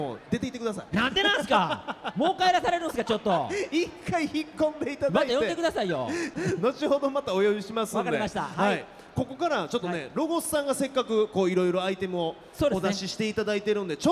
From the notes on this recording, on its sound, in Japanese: 公開収録 in ららぽーと門真・三井アウトレットパーク大阪門真。